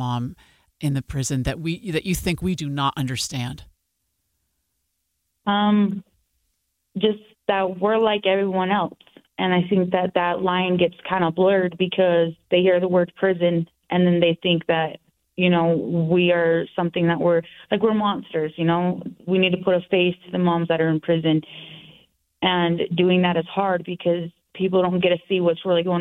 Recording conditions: phone line